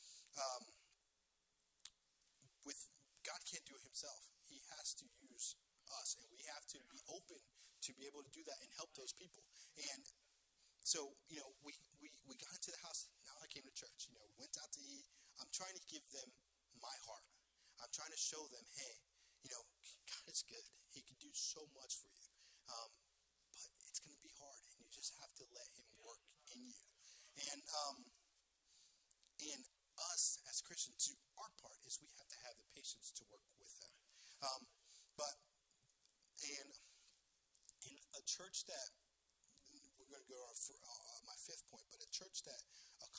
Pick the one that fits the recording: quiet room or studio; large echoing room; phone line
large echoing room